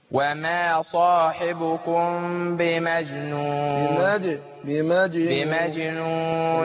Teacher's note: ميم ساكنة بعدها الباء بنخفي الميم عند الباء